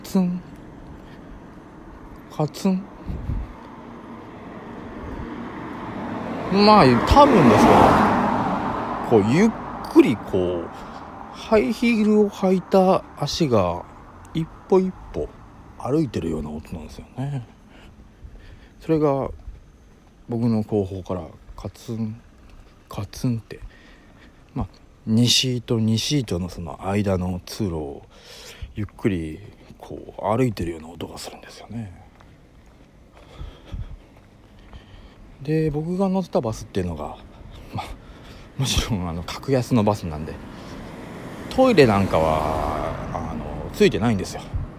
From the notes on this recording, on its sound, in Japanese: ベロッベロに酔っぱらってる帰り道にふと録った音声なんでクオリティはお察しですが